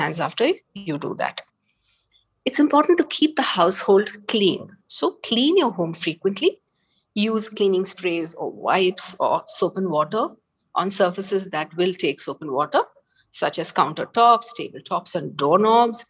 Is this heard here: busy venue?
no